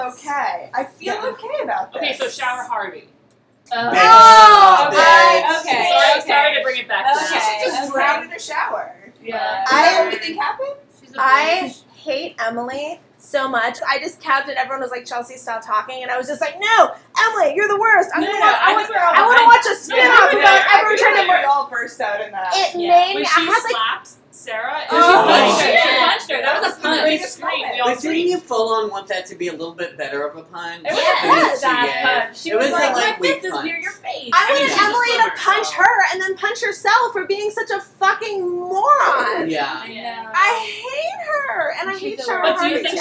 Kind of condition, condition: fault, background noise